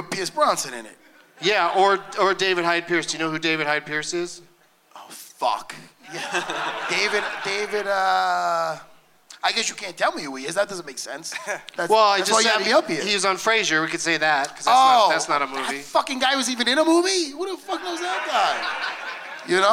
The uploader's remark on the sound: Live from the Gramercy Theatre in New York City